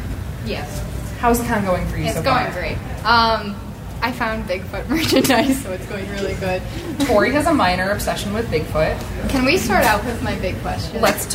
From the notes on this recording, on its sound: Listen in on our live panel recording at Michigan Comic Con! Got a chance to do some live Q&A from the crowd.